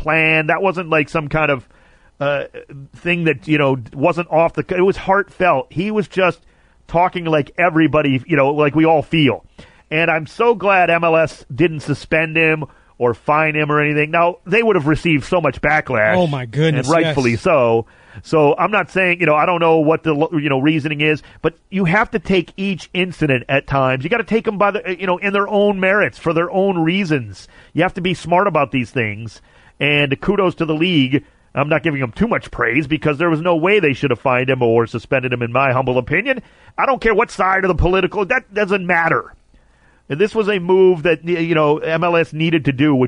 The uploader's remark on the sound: Called. Calls.